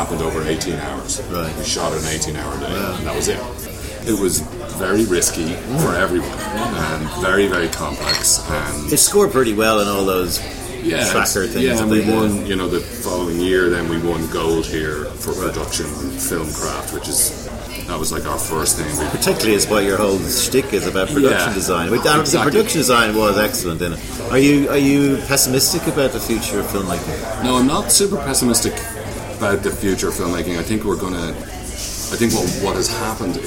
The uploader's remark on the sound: Recorded: A noisy wine bar in Cannes.